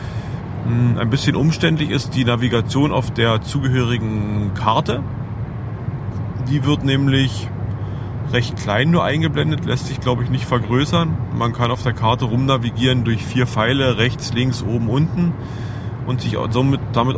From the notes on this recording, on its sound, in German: Aufgenommen im Auto, das hört man auch. Es kommt mehr auf den Inhalt an, als auf die (Ton)Qualität.